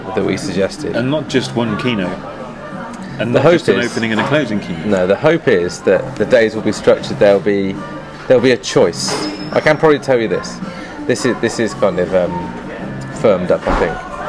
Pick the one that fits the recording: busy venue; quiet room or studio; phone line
busy venue